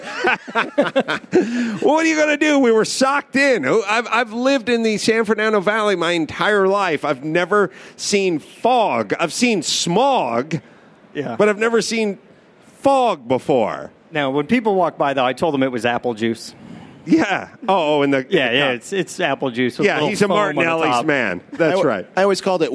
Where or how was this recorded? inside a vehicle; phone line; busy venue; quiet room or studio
busy venue